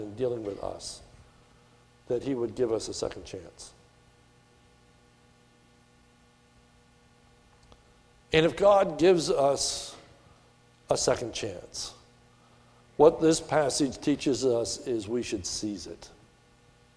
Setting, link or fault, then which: setting, large echoing room